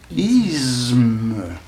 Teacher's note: Me étant une sonore, c'est-à-dire comportant des vibrations glottales, par assimilation, le se qui précède a une tendance, qu'on le veuille ou non, à devenir sonore lui-même